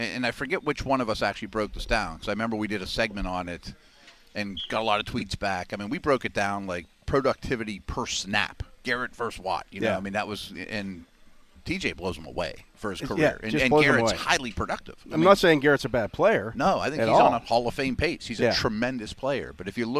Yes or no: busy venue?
yes